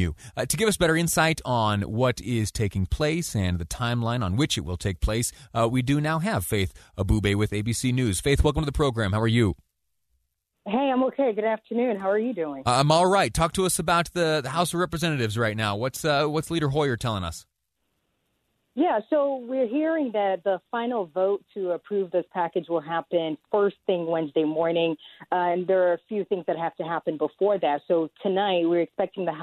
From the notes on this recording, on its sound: Listeners call in to talk about their opinion on the new package.